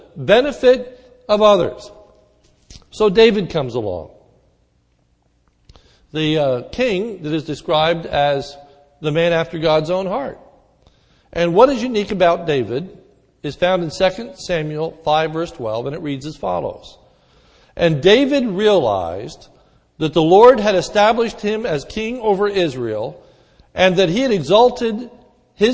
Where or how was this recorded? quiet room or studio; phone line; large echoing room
large echoing room